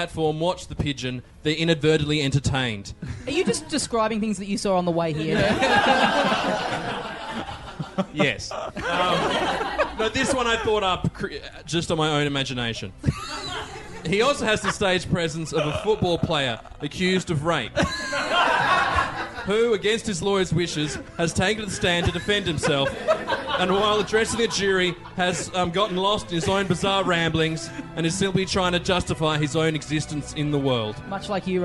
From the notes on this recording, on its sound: Recorded LIVE in the party room at Church st.